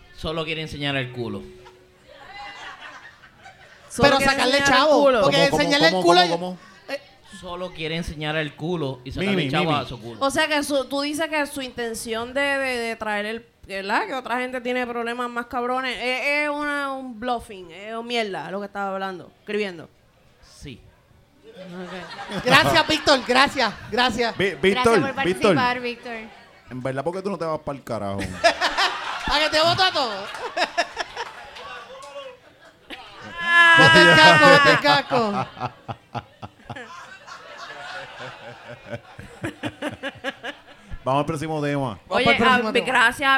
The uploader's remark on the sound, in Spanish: Desde Caguas Puerto Rico, La Gentuza se reunió para hablar pestes del prójimo en vivo frente a ustedes.